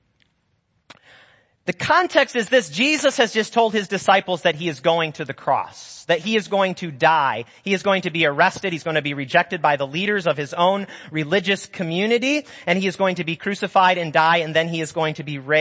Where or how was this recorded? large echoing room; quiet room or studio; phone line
large echoing room